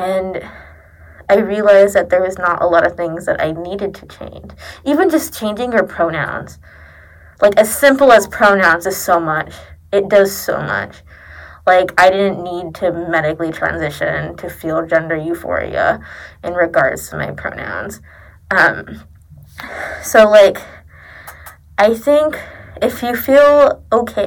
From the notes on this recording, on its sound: Since there are audio issues.